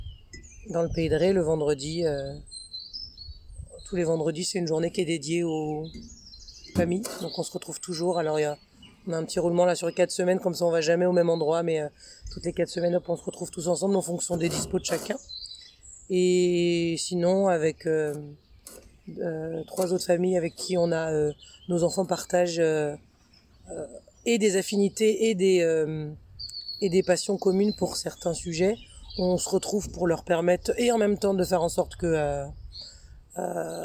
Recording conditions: sounds in the background